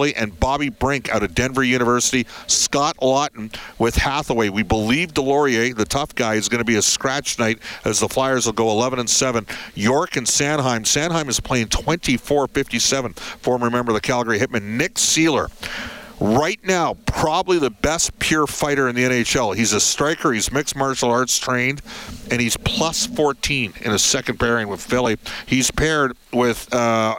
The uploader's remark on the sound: Live from Rogers Place